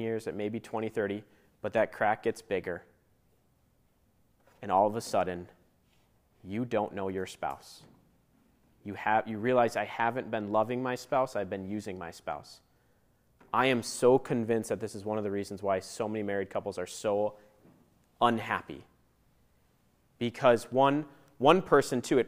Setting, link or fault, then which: setting, live audience